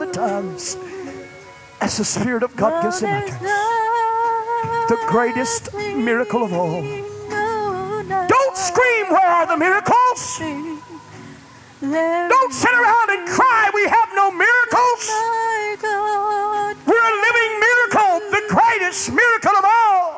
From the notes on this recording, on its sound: This message was delivered at First Apostolic Church January 29, 1989.